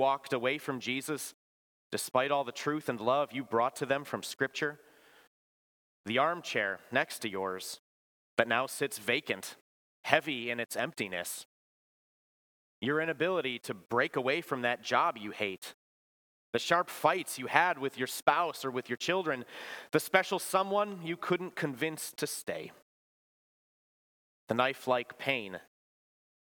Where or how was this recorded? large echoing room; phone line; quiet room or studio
large echoing room